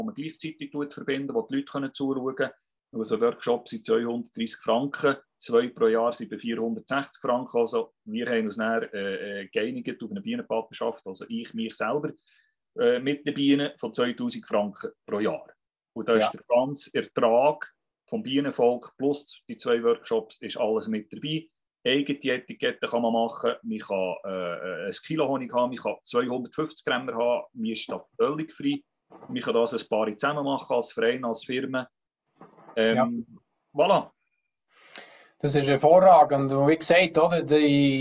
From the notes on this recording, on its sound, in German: Akustische Aufzeichnung der WebKo (Zoom Meeting).